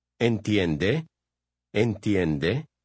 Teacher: Notice the rising intonation at the end when you ask a question.